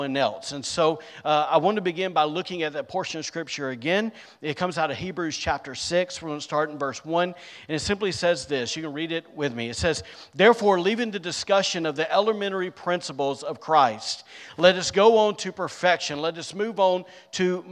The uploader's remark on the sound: Recorded on Sunday, April 30th, 2023, during service at The Anchor Church in Rockport, Maine.